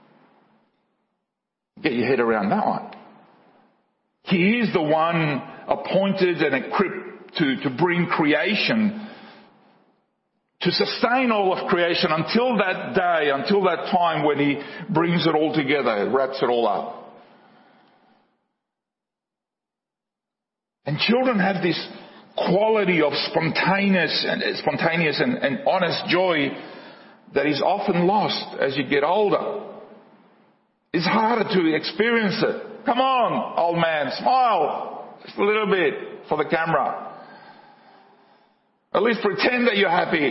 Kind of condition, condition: setting, large echoing room